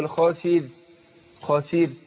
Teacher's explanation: الراء هي مرققه وما كررتهاش، ما قلتش خاسر رو، لا يبقى كررتها والتكرير منهي عنه.